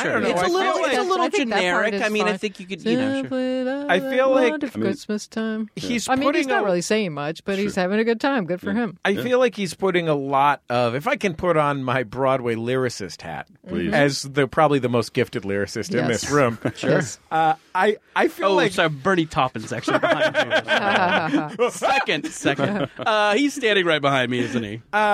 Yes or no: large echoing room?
no